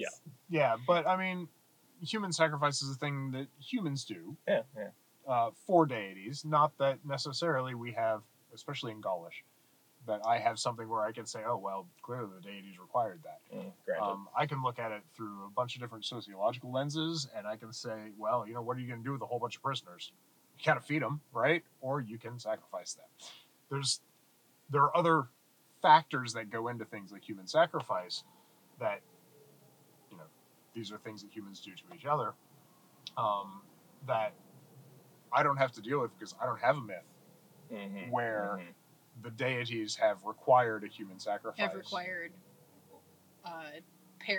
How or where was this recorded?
inside a vehicle